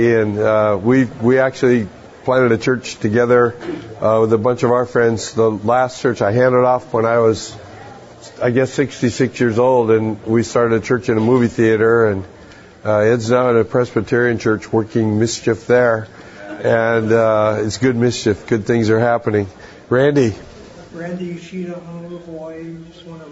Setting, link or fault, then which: setting, live audience